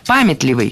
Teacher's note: Ударение в этом слове ставим на первый слог